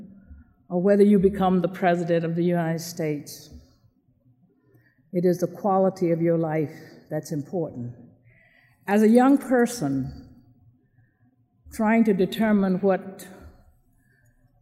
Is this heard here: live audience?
yes